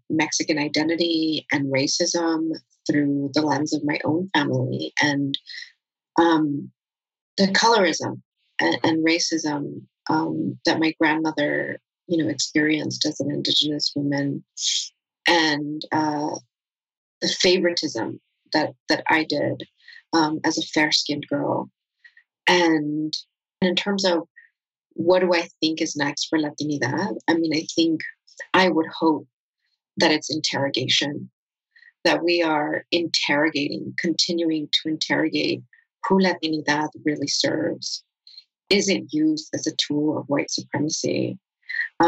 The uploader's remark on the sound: This episode was recorded live during a virtual event with WBUR Cityspace.